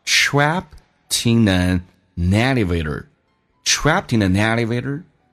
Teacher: Trapped，你看一下这个单词 trapped，最后以 t 结尾，所以你跟后面的 in 可以形成个连接